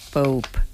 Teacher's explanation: además de cerrar los labios, ellos hacen una pequeña explosión de aire. Esa es una diferencia en la pronunciación de la P entre los anglohablantes y los hispanohablantes.